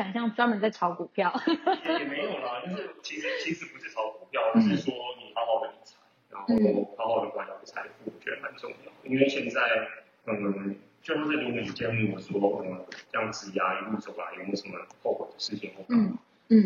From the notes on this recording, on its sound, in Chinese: 因疫情關係遠端錄音，追求完美音質者可以不要聽沒關係。